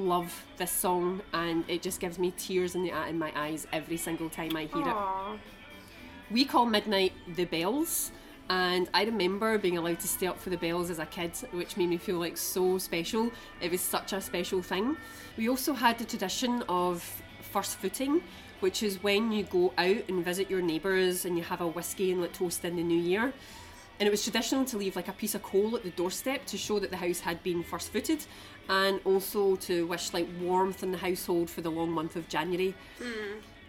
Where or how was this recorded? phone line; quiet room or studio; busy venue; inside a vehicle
busy venue